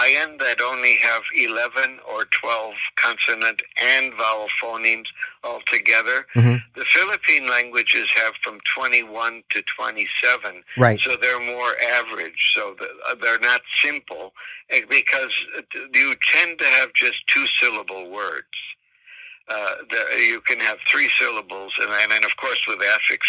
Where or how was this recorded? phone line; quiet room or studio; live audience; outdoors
phone line